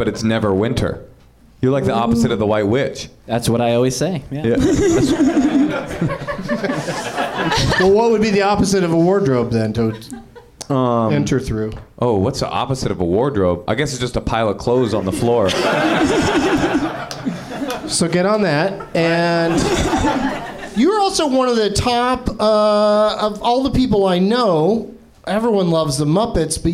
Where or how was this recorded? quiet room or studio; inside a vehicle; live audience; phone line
live audience